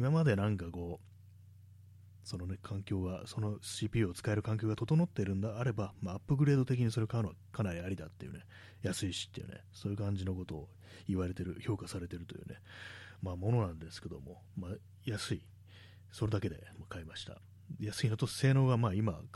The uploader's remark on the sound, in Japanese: 録音レベルがピーキーすぎる。